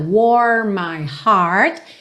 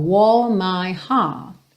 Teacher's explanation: Aqui, no inglês americano, a gente teria bastante língua enrolada, warm my heart. E aqui no inglês britânico, soa mais como aquele prolongamento da vogal · Shown in: second take